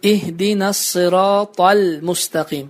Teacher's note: Baxın, əs-sıratəl müstəqim, yəni ləm hərfindən mim hərfinə keçid aparırıq və ləm hərfini şəddələmirik